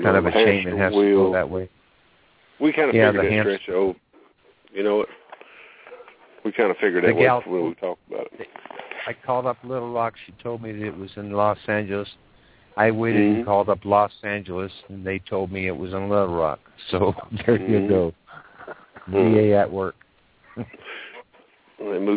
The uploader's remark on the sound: Call in show